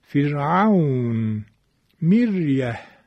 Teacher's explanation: را ساکنه که ما قبلش مکسور باشد ترقیق میشود